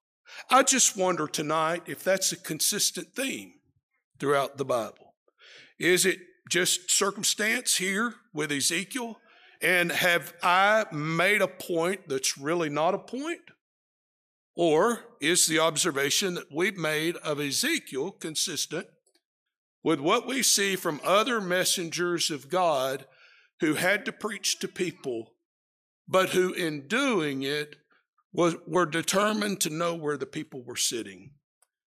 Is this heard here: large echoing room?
yes